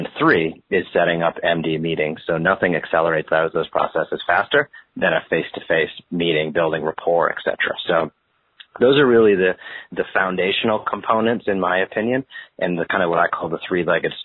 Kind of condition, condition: link, phone line